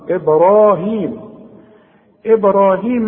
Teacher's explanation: إبراهيم أنت عارف إن احنا بنقلقل الباء والراء مفخمة